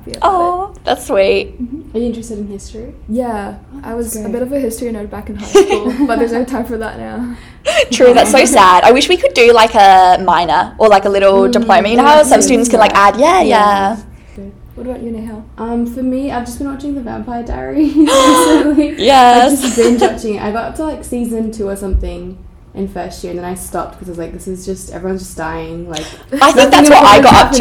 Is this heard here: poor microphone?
yes